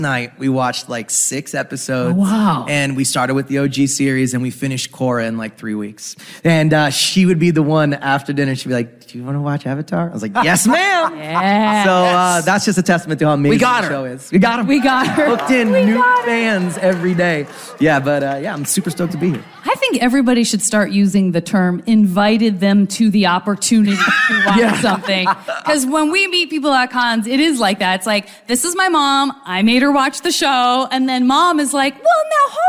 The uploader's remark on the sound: Live From New York Comic Con 2022!